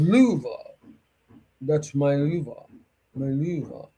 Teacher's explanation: And in Africa, usually, when they do anything in Africa, it's very deep, deep tone. And then even more guttural · Term: deeper voice